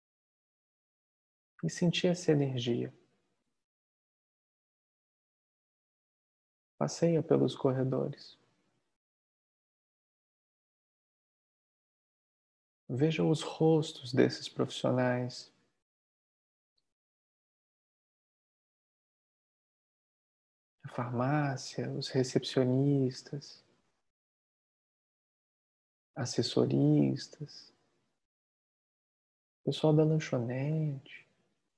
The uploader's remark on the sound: Online via Zoom